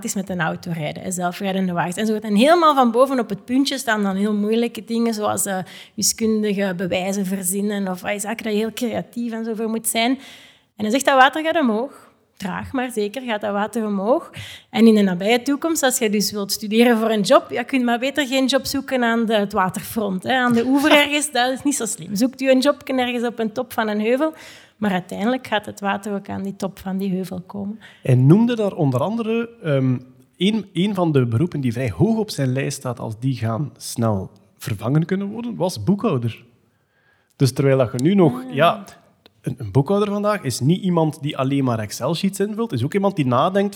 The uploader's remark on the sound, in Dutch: Live op "9000 Boeken" in Gent